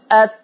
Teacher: فلما بيحصل صدام من طرف لساني من ناحية الظهر من فوق بيصطدم ظهر طرف اللسان باصول الثنايا العليا · Term: مخرج حرف التاء